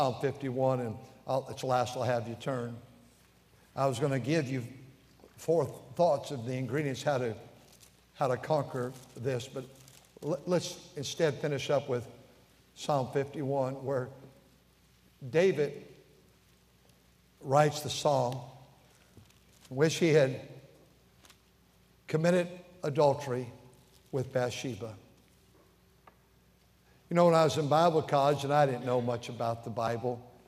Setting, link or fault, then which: setting, large echoing room